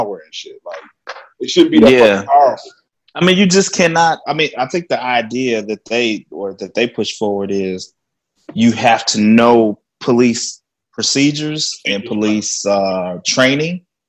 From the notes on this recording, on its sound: Zoomcast!!! Like the rest of you we were stuck in the house and couldn't get together to record so we did a few "Zoomcast"!!!